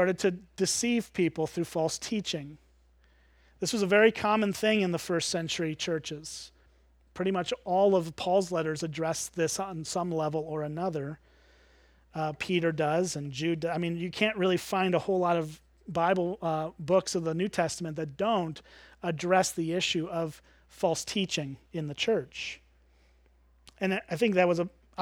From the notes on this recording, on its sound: at Springbrook Church in Antigo, WI